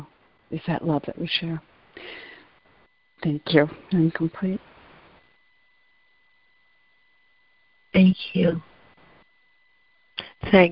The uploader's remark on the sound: ACIM Daily Conference Call.